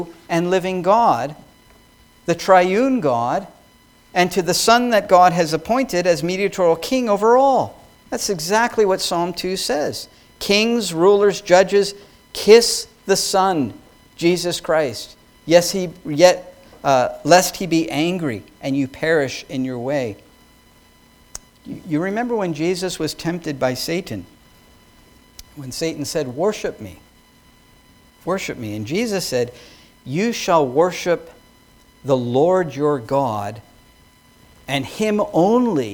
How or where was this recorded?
large echoing room